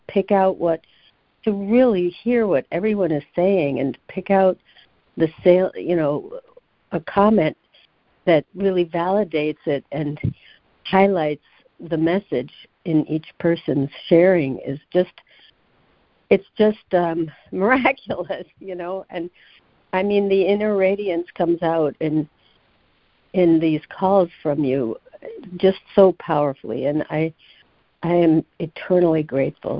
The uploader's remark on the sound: ACIM Daily Conference Call.